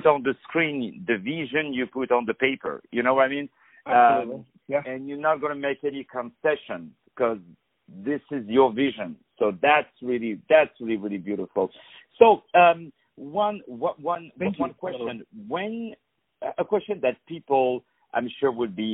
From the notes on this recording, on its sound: On the phone